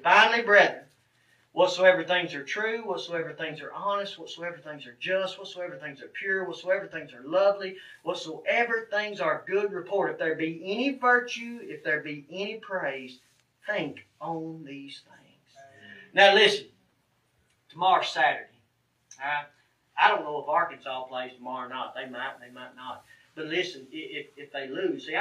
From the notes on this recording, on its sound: This sermon was recorded from the pulpit of Mars Hill Cumberland Presbyterian Church in Pottsville, Arkansas. Fall Revival.